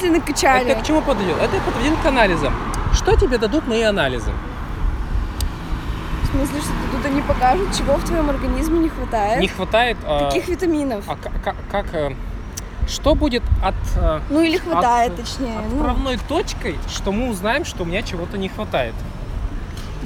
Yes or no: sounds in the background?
yes